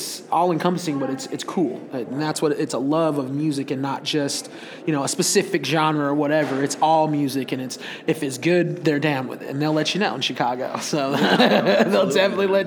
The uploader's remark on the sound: Recorded at SXSW 2016